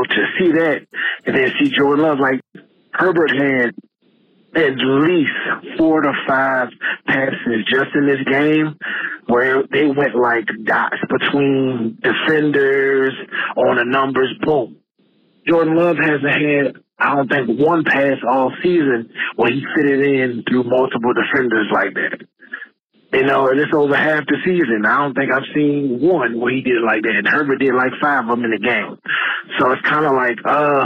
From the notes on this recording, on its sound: The Washington Metro caller.